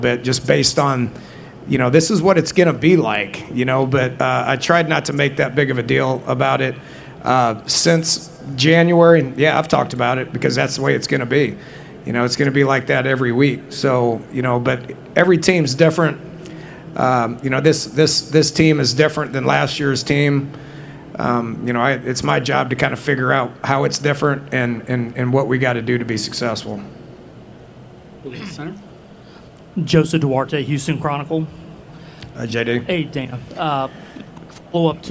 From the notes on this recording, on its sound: press conference at Big 12 Football Media Days